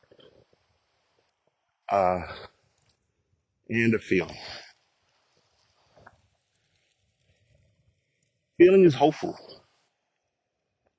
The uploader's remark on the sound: Walk Recording